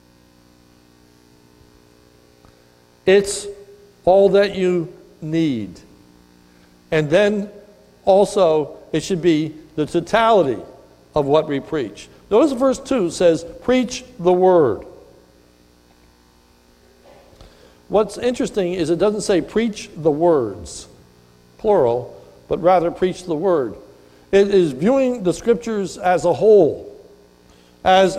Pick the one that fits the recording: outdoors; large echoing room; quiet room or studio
large echoing room